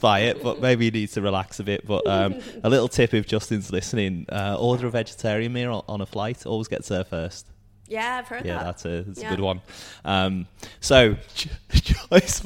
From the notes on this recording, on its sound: The episode was recorded at the brewpub in Collingwood.